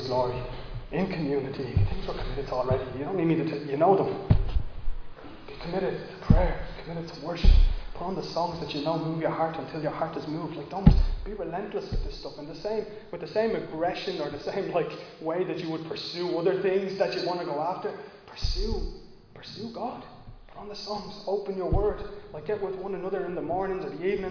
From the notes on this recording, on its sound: Recorded live in Liberty Church on 8 May 2022